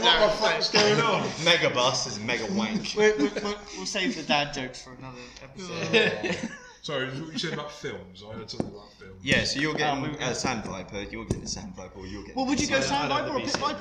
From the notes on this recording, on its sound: this is a pilot episode and as such there was a few teething issues with audio